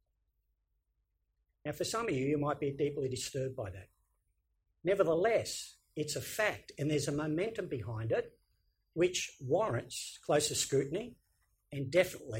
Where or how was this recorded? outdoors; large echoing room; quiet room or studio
large echoing room